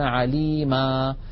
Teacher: يحذفون التنوين ويقفون بألف معوضة عن تلك النون